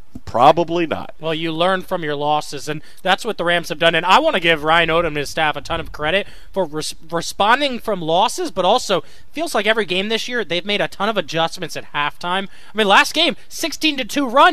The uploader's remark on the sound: broadcasted live from the VCU campus